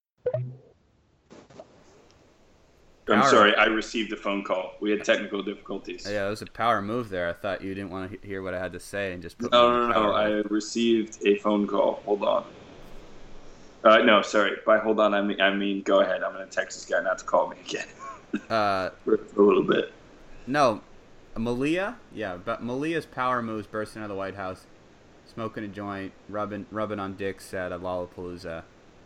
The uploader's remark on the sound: WARNING: EVEN POORER AUDIO QUALITY THAN NORMAL. One of our few surviving recordings from attempting to do the show remote, never before distributed. Audio quality is even poorer than normal.